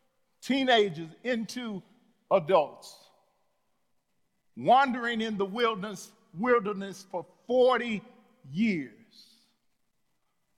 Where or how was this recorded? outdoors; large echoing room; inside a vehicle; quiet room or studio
large echoing room